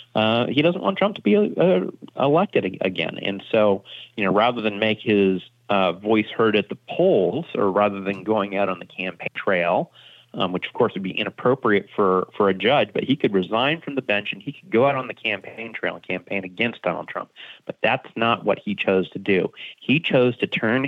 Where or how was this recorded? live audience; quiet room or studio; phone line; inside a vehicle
phone line